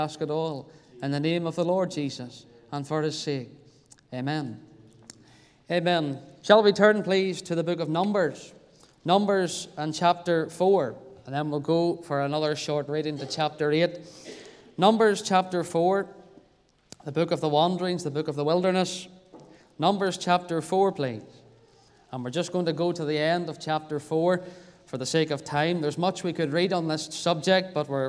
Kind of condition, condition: setting, large echoing room